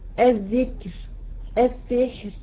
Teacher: الكلمة الثانية السحر، الراء مفتوحة ولكن تقف عليها بالسكون العارض، قبلها ساكن صحيح الحاء وقبلها ايه؟ مكسور، هترققيها